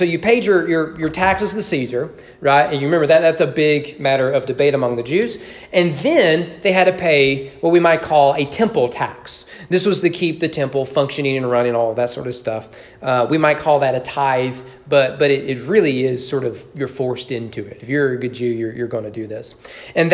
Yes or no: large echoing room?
yes